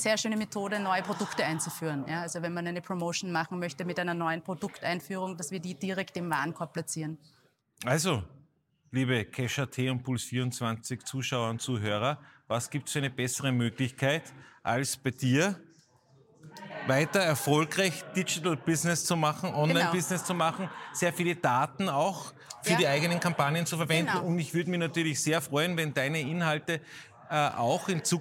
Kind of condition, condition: setting, busy venue